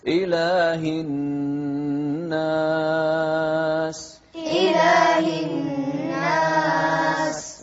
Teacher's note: وحد النون المشددة حركتين